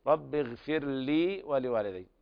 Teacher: ويلاحظ ترقيق الراء في اغفر لي وفصلها عن اللام في قوله لي ولوالدي، ويلاحظ هنا أيضا تشديد الياء.